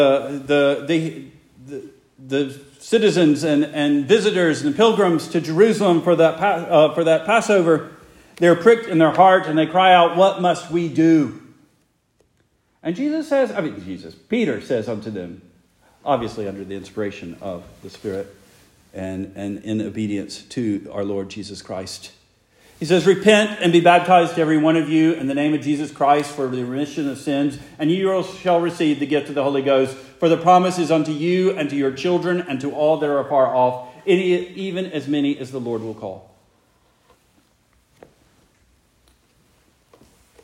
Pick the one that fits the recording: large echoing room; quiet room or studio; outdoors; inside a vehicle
large echoing room